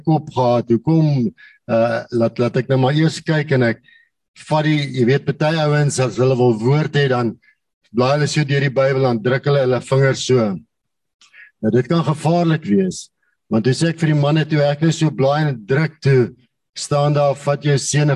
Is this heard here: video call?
yes